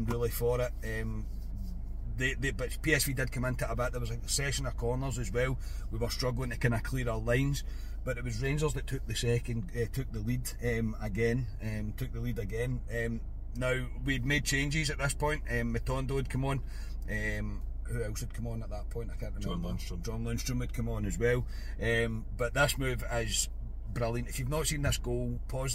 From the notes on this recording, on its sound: bring reaction from the car